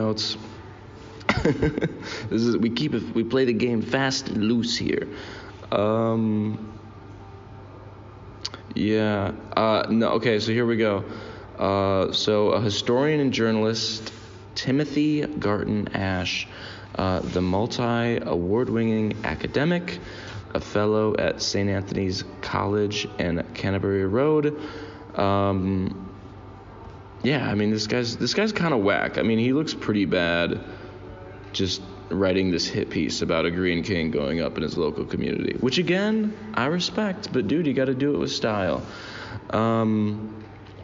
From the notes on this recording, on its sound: Recorded this one in a Burger King in Trondheim, Norway.